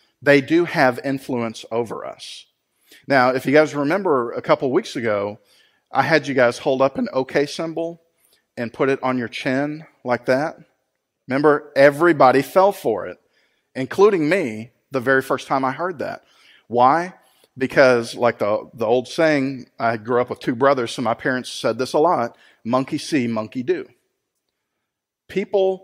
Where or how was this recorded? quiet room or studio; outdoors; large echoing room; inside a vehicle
large echoing room